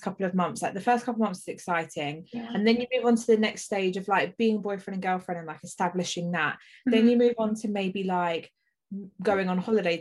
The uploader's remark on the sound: we do our first zoom podcast